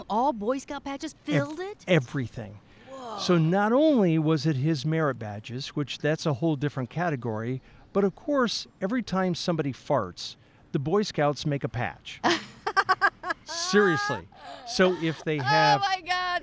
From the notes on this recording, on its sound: Today we’re at the Boy Scouts and Blackhawk Area Council’s Canyon Camp just outside Stockton, Illinois.